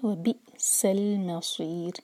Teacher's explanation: سین پر سیٹی جیسی آواز